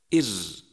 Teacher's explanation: هو حرف مجهور لا يجري النفس عند النطق به · Term: حرف الراء